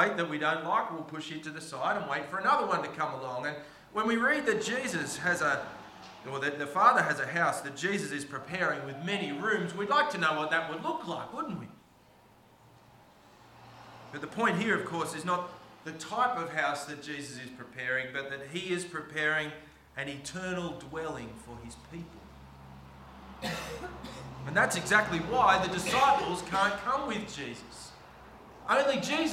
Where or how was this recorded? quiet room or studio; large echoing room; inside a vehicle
large echoing room